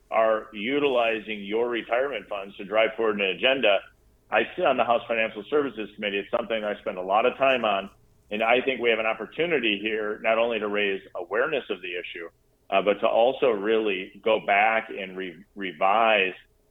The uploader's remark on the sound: I spent some time on the phone